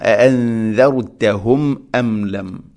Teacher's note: സാക്കിന മീമിന് ശേഷം ഹംസ, കൃത്യമായിട്ട് മീമിനെ വെളിവാക്കണം